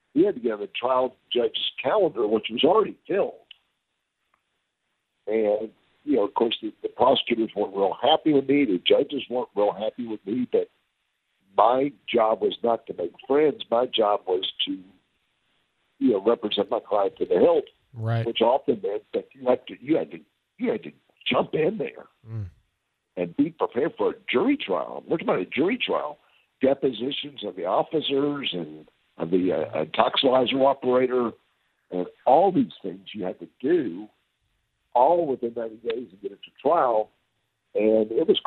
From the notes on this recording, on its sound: joins us by phone